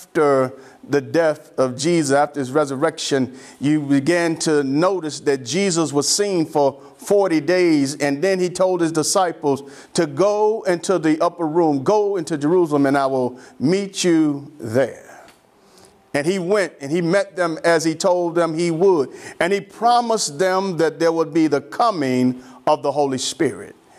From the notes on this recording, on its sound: Sermon preached from Wesley AME Zion Church.